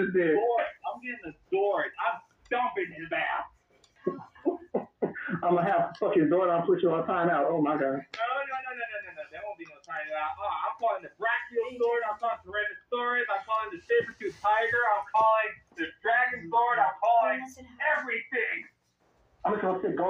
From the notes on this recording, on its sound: on an over the phone recording session